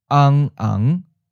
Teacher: the starting point stays in the lower part of the register, and instead of rising up, it stays flat and becomes a seventh tone mid-flat